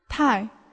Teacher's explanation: Tai extremely or very with the fourth tone.